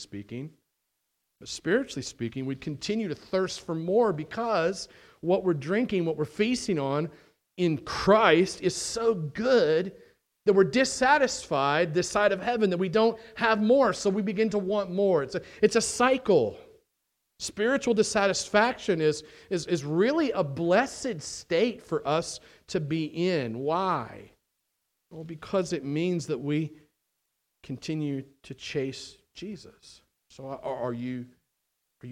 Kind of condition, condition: setting, large echoing room